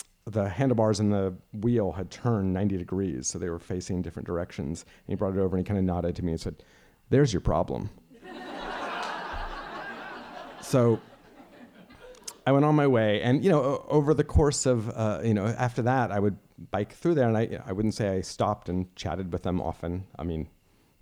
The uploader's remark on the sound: Recorded live in Truro, Massachusetts at Payomet Center for the Performing Arts on August 25, 2014.